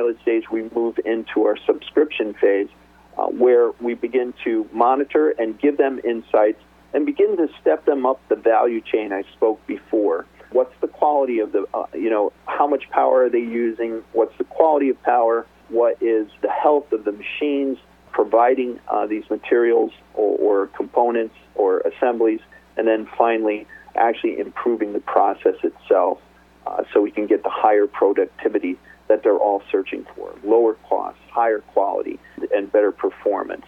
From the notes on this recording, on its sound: called in to SmallCapVoice.